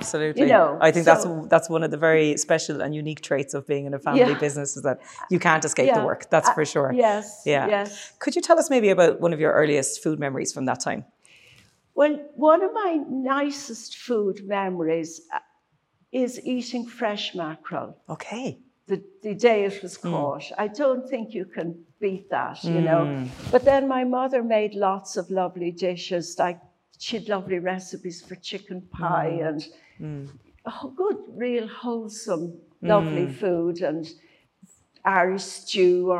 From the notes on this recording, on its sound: Cork on a Fork Food Festival with Cork City Council. This recording took place in front of a live audience and was kindly hosted by Crawford Art Gallery in Cork city centre as part of the first Cork on a Fork food festival , supported by Cork City Council.